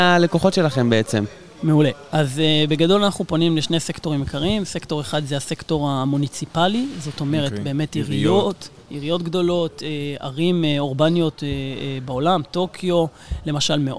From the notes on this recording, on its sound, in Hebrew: בפרק שהקלטנו במסגרת כנס ההכנה לCOP27.